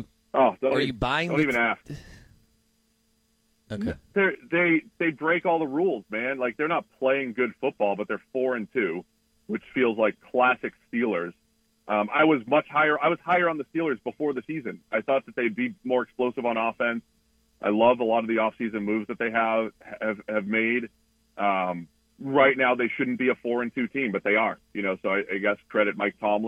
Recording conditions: phone line